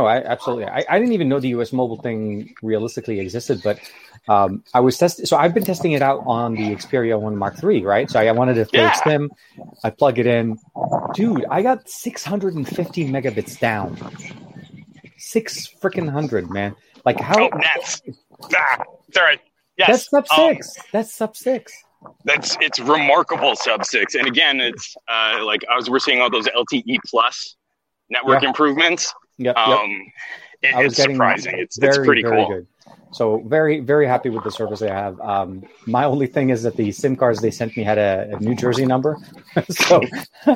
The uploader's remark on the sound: Due to a hilarious oversight. Starts this episode out walking around his new neighborhood.